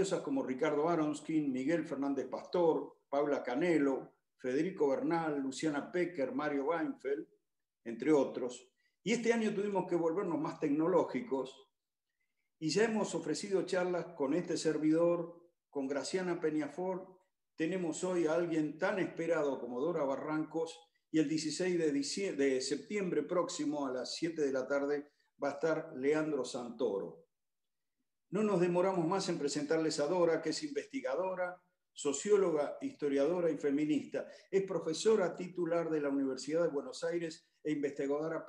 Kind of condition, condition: link, video call